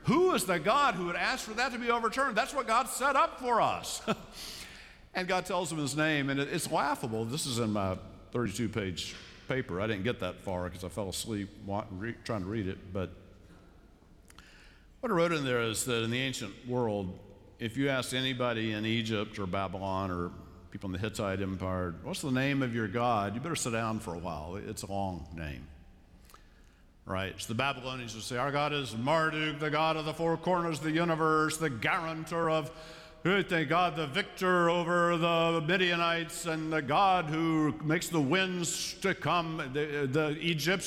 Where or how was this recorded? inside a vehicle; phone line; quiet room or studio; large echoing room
large echoing room